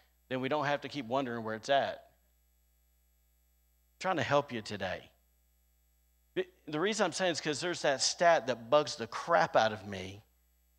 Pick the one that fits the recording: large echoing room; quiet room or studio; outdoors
large echoing room